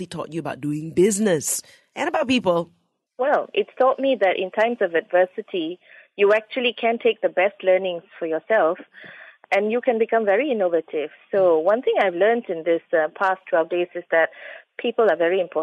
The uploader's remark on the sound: On BFM over the phone.